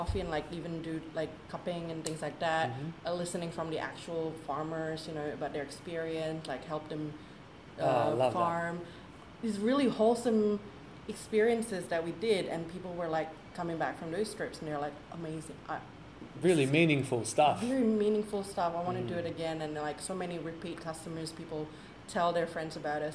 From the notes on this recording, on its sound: This very episode was recorded, edited and produced on location but, full disclosure, not in the spiffy dedicated podcasting facility, hence the low-level bg noise.